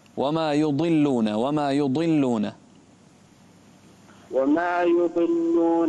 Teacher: الضاد هنا لا تكون قريبة من الدال وما يضلون وما يضلون وما يضلون إلا أنفسهم وما يشعرون وما